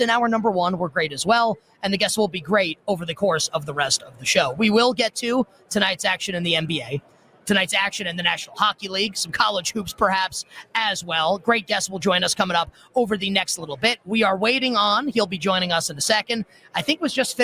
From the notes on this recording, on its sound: join the show this hour LIVE from Radio Row.